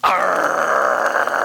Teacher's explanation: that guttural voice that sounds like they rubbed their vocal cords raw with sandpaper